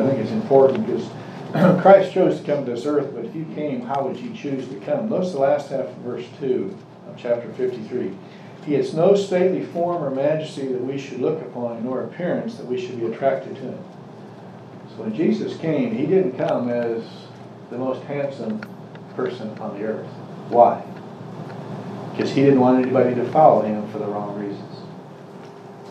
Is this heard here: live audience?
yes